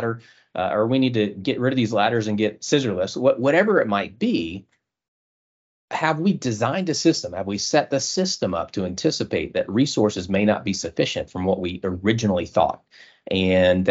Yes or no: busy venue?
no